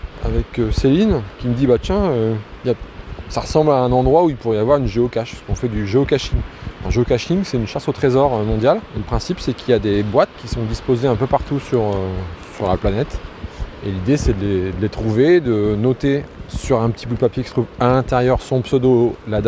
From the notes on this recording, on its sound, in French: Episode spécial Festival de l'Oiseau en Baie de Somme. Découverte de la plage d'Ault et interviews.